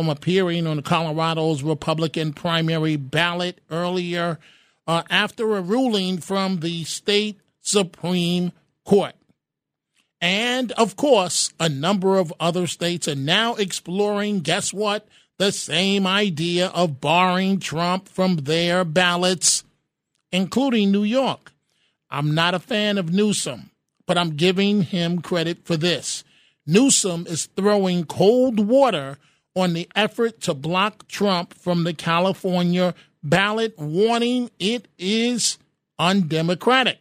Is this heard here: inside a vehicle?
no